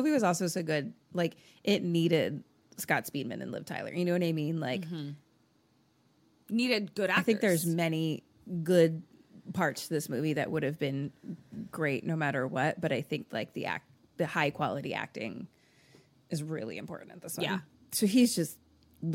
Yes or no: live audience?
no